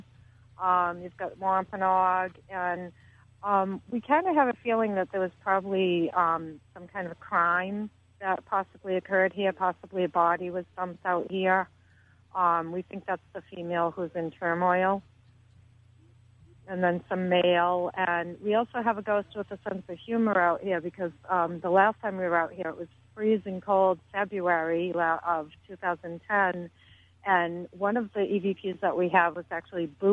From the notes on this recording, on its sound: Joins us on the phone as we conduct our annual look into the Bridgewater Triangle, with numerous paranormal groups and investigators positioned out in the field and checking in with us periodically.